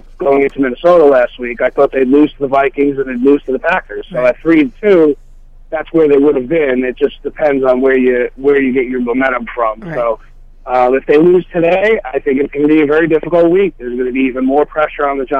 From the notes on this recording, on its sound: Phone call